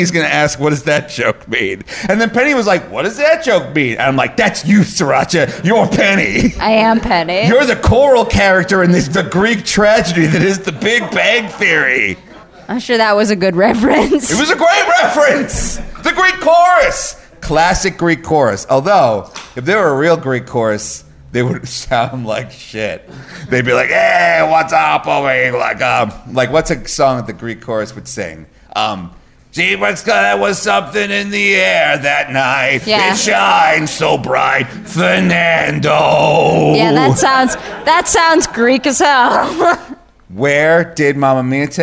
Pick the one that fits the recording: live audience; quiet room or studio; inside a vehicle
live audience